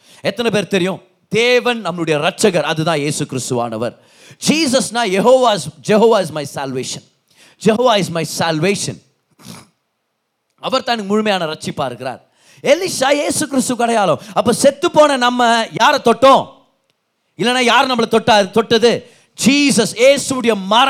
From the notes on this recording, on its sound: Singles Meet-Feb 2023. Preached in the Special Singles Meet.